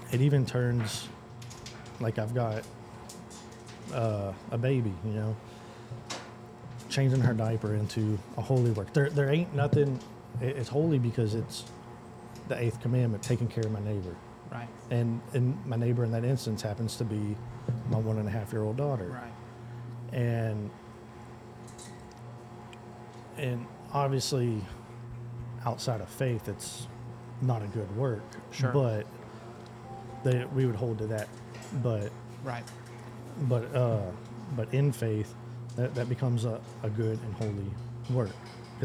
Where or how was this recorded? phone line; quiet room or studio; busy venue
busy venue